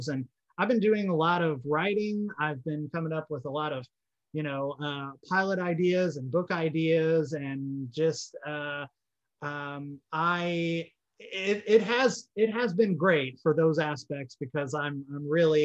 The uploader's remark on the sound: Recorded via Zoom